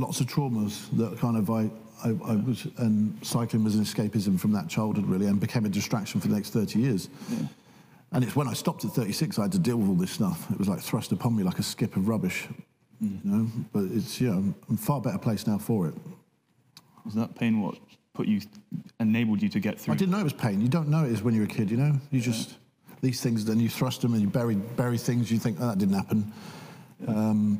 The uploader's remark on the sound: Cambridge Union. Recorded in the Chamber on 17th March 2023 at 7pm.